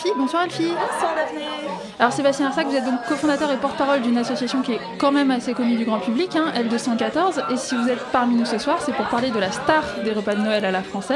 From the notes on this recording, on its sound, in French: en direct depuis le Barbier de Bastille